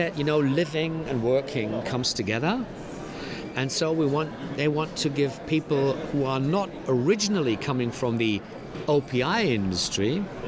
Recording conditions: busy venue